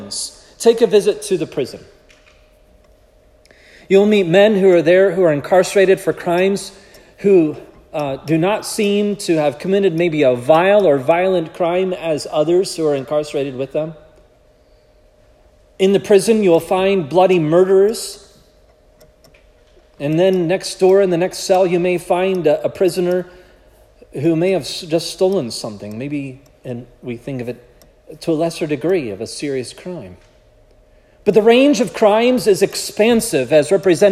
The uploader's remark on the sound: This sermon was preached at Providence Church on February 4, 2024